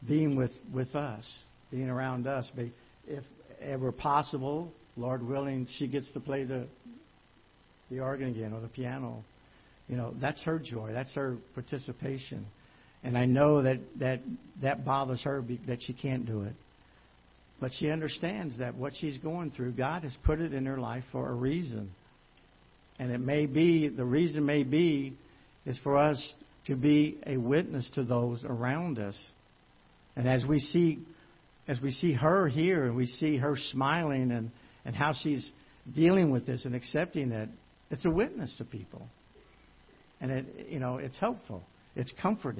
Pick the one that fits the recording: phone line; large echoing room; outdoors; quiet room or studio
large echoing room